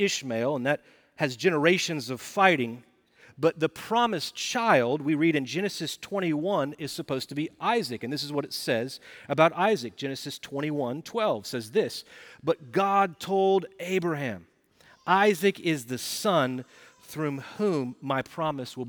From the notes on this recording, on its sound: Recorded Live at Brookwood Church on 12.03.2023